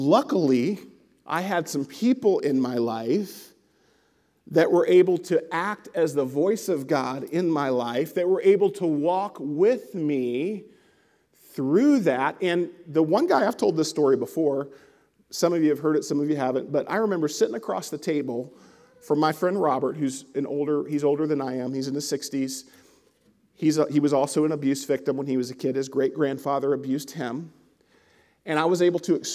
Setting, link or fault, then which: setting, large echoing room